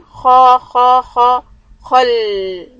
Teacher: The kha is heavy, lam is not. So if when you say kha, first of all, don't make a round mouth.